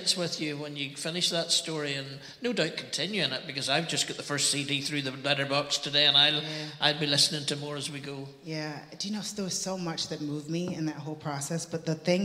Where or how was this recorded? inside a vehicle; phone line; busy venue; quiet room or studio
busy venue